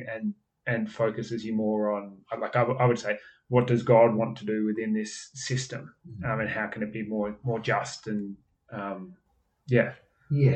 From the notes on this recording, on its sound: P.S - Yes the audio this week is also bad. Only one more week of bad audio to go!